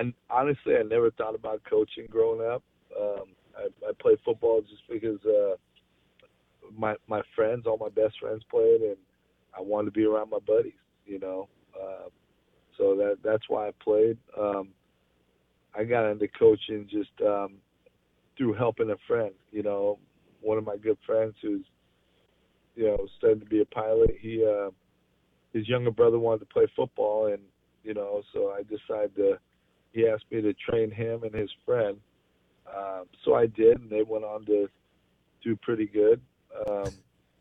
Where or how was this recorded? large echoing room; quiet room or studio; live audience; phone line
phone line